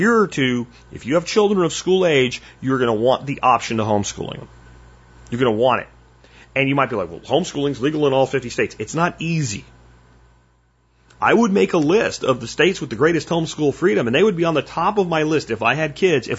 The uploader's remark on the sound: Listener Calls